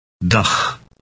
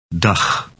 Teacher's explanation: It ends with a ch sound that resembles the Scottish word loch, but softer.